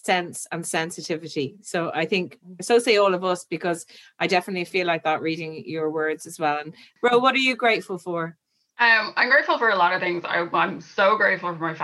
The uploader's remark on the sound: We’re bringing you the recording from our recent Women’s Podcast Live event. In front of a very festive Zoom audience.